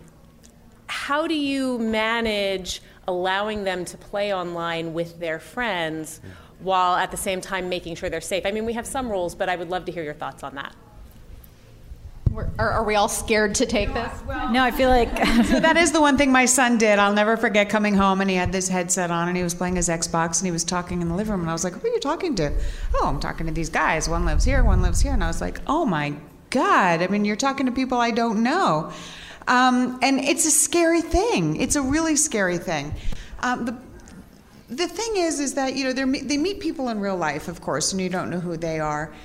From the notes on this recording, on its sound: Live from Type-A NYC. We recorded an episode in front of a live audience from the Type-A Bootcamp (a mini-conference for bloggers). We also fielded some great questions from the audience about various digital parenting issues.